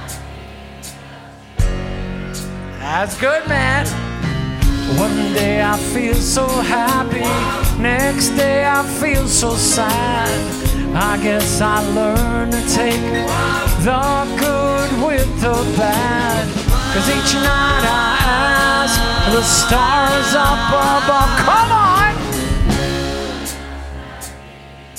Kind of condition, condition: setting, busy venue